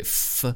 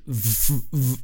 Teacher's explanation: F and V are the exact same sound, just different in terms of voicing.